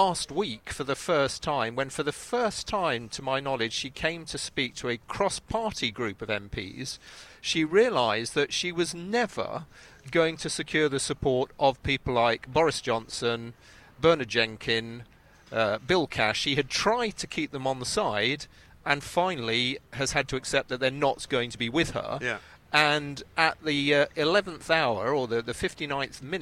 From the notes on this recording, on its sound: We're live from College Green